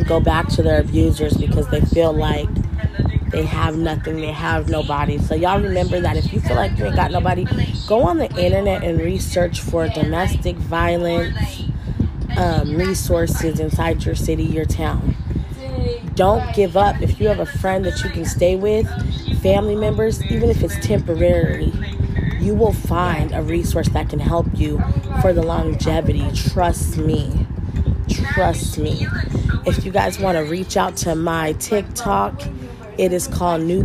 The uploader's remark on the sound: excuse all the background noise